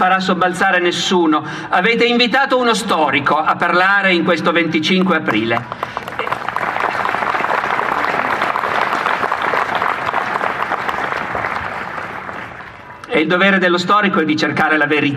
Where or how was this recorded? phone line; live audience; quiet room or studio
live audience